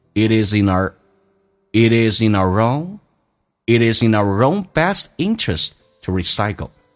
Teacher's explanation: is 跟 in 叫 is in in 跟 our 叫做 inner our 的 r 跟 own 有一个零叫 around 就变成红色字体用降调读 It is in our own best interest